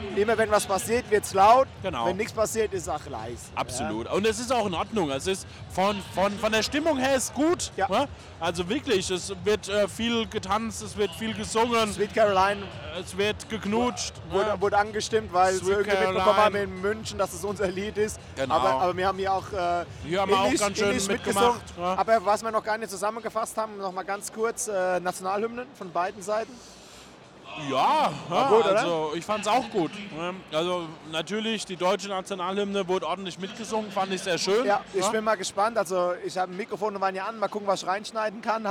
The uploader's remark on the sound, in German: live aus dem Waldstadion in Frankfurt